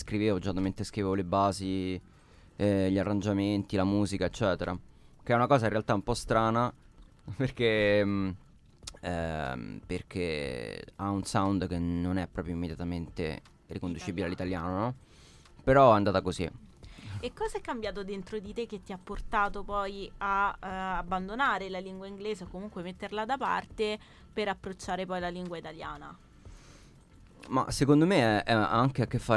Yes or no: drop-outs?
no